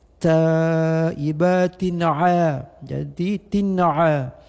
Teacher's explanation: tin baris 2 bertemu dengan ain dengan idhar, tidak berdengung. Ta'ibatin a, jadi tin'a, tidak ada dengung.